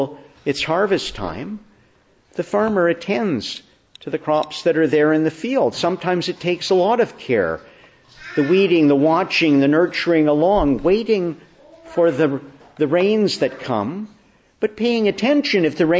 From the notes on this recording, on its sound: December 11, 2022 Morning Service. Preached in the Annunciation of the Blessed Virgin Mary, Ottawa, on the third Sunday of Advent, Year.